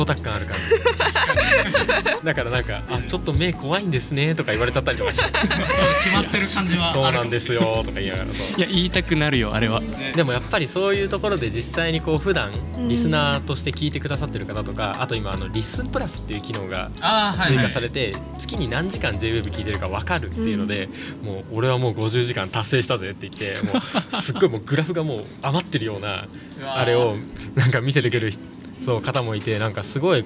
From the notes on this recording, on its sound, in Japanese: 代々木第一体育館とその周辺で行われたJ-WAVEによる都市型カルチャーフェス「INSPIRE TOKYO 2023」に会場スタッフとして参加したWACODESメンバーが、現場で収録した声を交えて振り返っていきます。